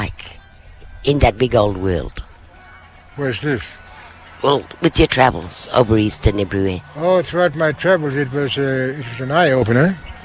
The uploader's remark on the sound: LIVE Outside Broadcast at the Stolen Generations Kullarri NAIDOC open day